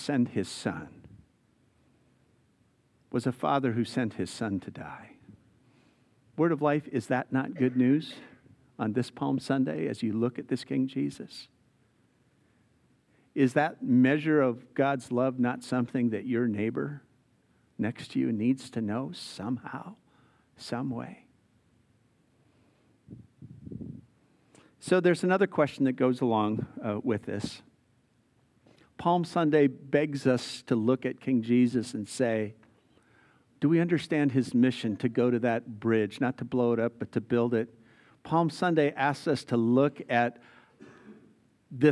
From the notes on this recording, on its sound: Recorded live at Word of Life Church in Le Sueur, Minnesota, on April 2, 2023